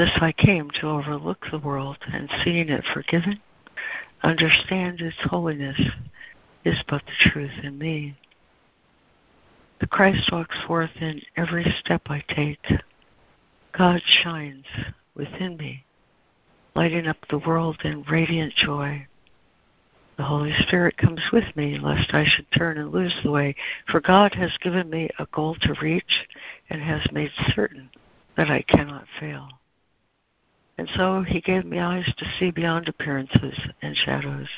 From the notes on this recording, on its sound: ACIM Daily Conference Call